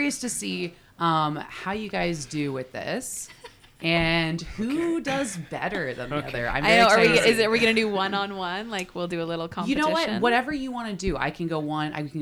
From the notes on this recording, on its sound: Broadcast live from Sugar Run in Downtown Kitchener.